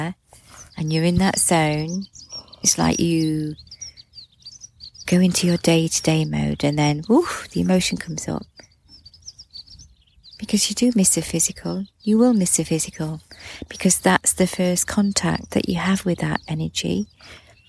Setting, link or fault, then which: fault, sounds in the background